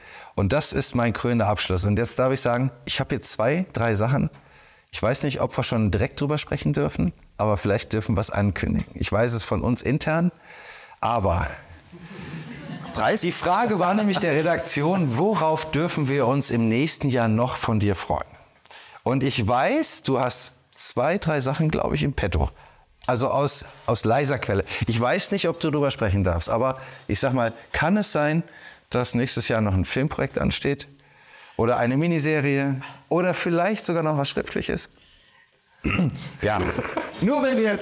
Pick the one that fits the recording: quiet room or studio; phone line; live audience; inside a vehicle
live audience